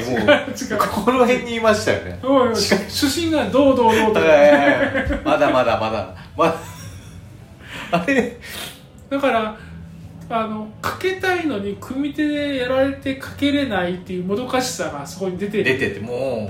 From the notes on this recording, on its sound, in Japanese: カラオケボックスでの収録なので周りがちょっとうるさくてすいません。